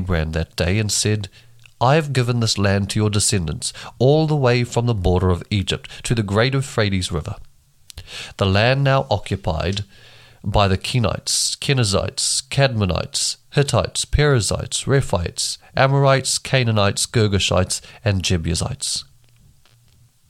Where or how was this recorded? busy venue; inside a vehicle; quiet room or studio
quiet room or studio